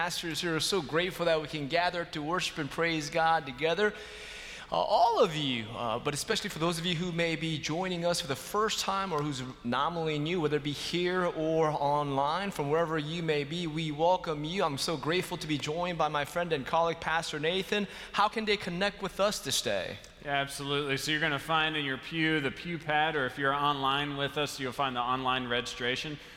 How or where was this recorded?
large echoing room